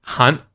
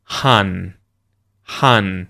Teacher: sound stops with that NT, hunt, and it continues. You hear that N sound elongated in the word hun.